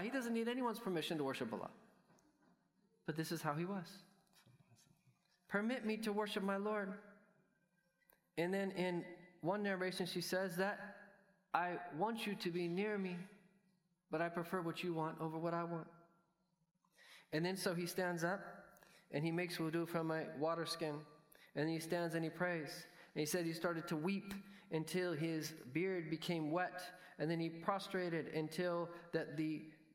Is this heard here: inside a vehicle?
no